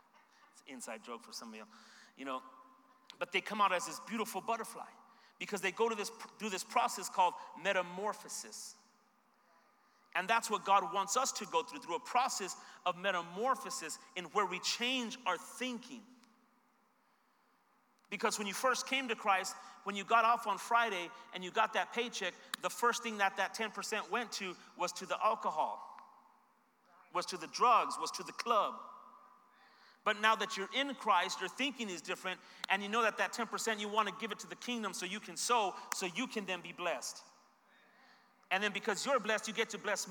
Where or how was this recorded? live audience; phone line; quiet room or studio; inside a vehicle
live audience